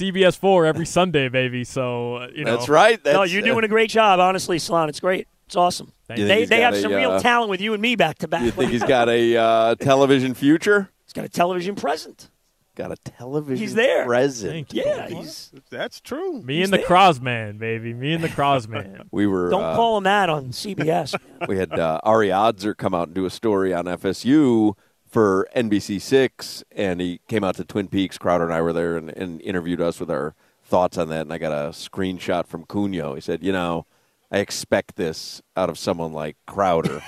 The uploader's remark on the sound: live at Amerant Bank Arena